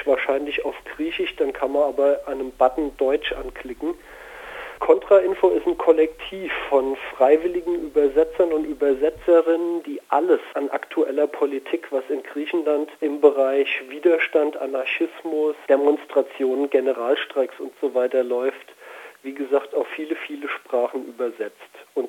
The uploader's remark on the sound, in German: Telefoninterview